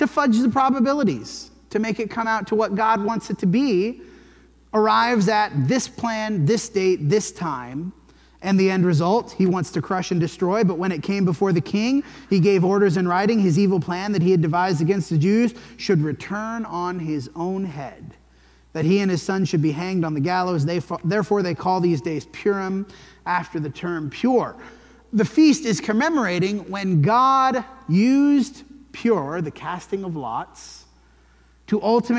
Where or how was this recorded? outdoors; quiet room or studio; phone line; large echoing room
large echoing room